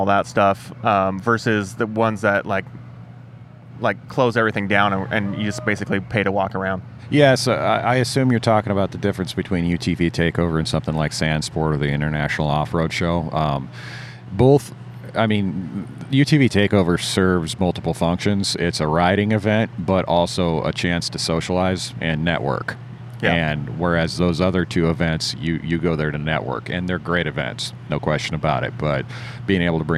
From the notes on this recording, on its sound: Live from UTV Takeover Coos Bay, OR. This episode of the SXS Guys Offroad Podcast is recorded live from the 2020 UTV Takeover Coos Bay, OR event! We setup on top of the Ford Raptor Experience trailer.